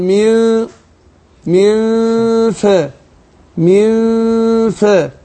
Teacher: بطن الشفة السفلى مع الثنايا العليا · Term: الفاء